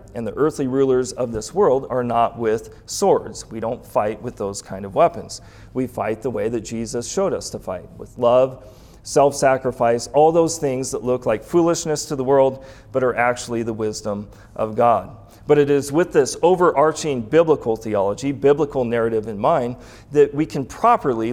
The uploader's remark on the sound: Recorded January 30, 2021 at the 2021 Winter Forum in Moscow, Idaho.